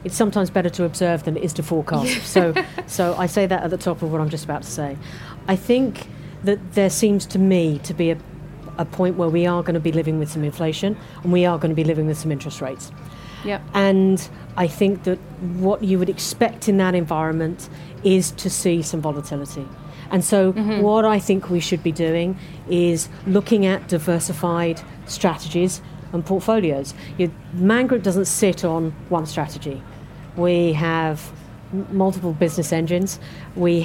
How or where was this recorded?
busy venue